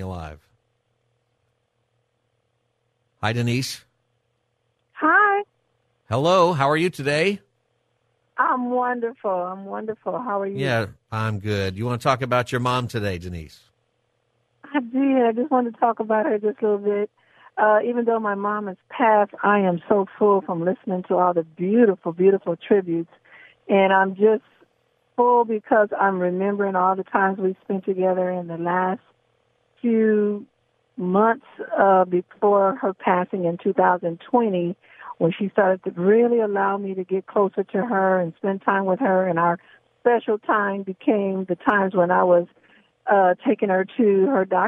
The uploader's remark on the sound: Takes calls from listeners who would like to give thanks to their moms for Mother's Day. Open Phone Friday where listeners can call in on any topic.